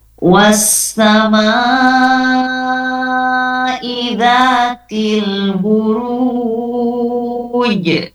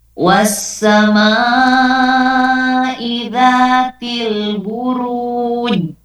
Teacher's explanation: Tapi harus memantul huruf jim ya · Shown in: first take · karena kan tadi salah satu dari 5 huruf yang memantul ya apabila dibaca mati, dimatikan di tengah ataupun di akhir, maka harus dipantulkan. · Term: qalqalah